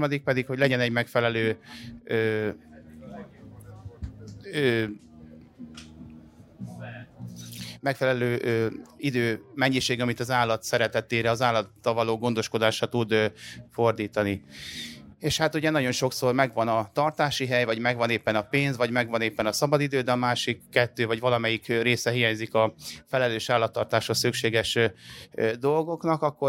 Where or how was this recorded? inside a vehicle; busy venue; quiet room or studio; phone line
busy venue